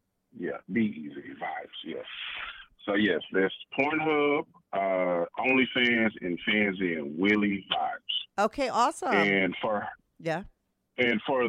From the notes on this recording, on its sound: He called in to talk all about it.